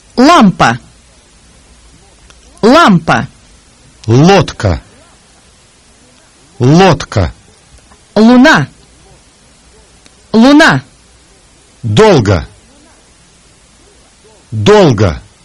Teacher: The Russian sound is pronounced with the tip of the tongue pressed against the upper teeth and the back part of the tongue raised. The middle of the tongue dips. · Term: The consonant L